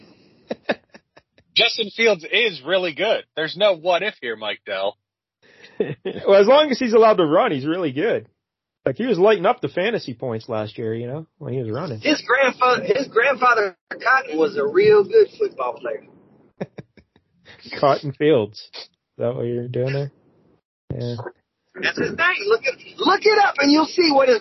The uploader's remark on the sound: While driving home from Vegas.